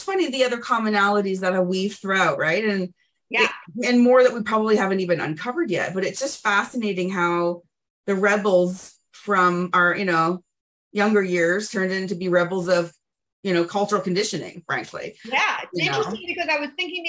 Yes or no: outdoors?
no